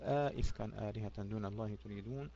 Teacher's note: يدخل ألفا بين الهمزتين قولا واحدا · Term: إدخال ألف